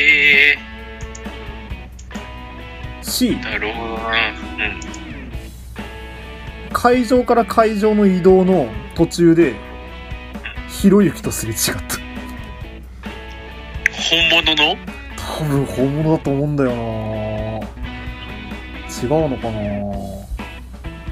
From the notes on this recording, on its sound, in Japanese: 録音機材：iPhone7